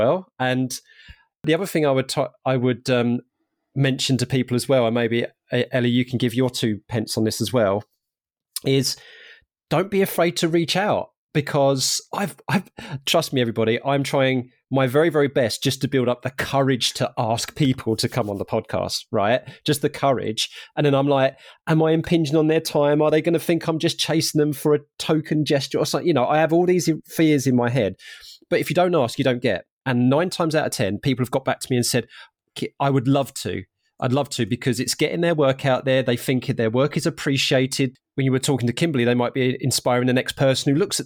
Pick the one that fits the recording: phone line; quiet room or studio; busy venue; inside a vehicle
quiet room or studio